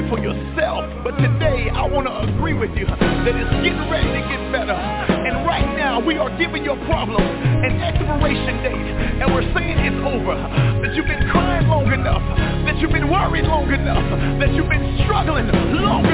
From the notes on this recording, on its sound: Conference Call.